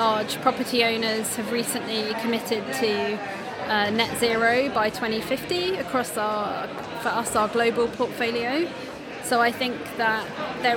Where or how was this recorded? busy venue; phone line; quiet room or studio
busy venue